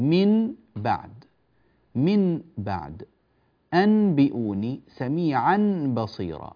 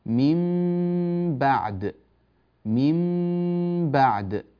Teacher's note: قلب النون الساكنة أو التنوين ميما مخفاة مع الغنة. النون الساكنة إذا جاء بعدها حرف الباء اللي هو حرف القلب فإن النون تنقلب إلى ميم مباشرة، تنقلب إلى ميم مباشرة.